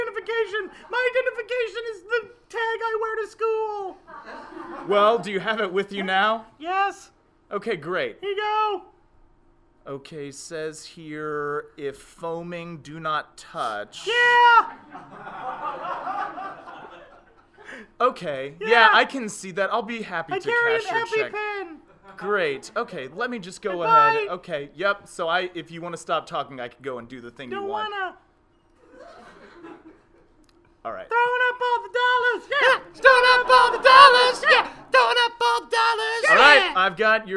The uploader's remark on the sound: Recorded Live at The Kick Comedy Theater.